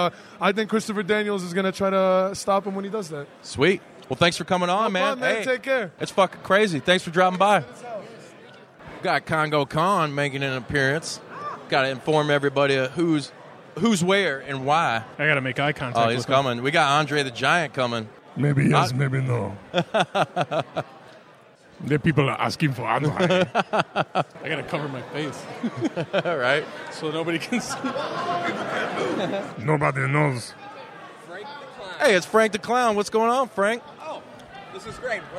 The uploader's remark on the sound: live from the #WarriorWrestling 4 VIP Fan Fest!